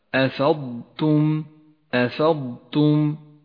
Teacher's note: لا تجعل تفخيم حرف الضاد يختلط مع ترقيق حرف التاء في كلمة أفضتم أفضتم. الضاد تحتاج إلى صفة الاستطالة لتكون متينة قوية، والتاء حرف مرقق